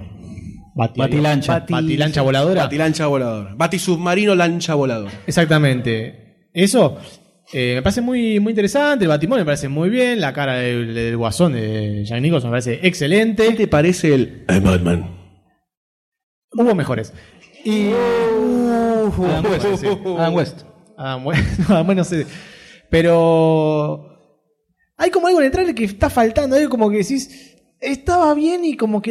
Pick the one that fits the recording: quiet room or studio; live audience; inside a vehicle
live audience